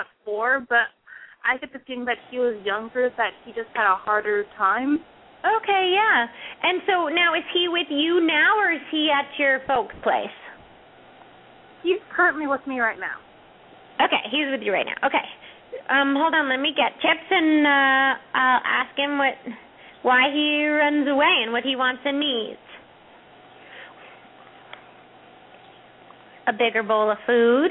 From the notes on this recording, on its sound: open up the lines for listeners to call